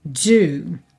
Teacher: Tem quase que um zezinho junto com o d, um dz, olha, do, tá?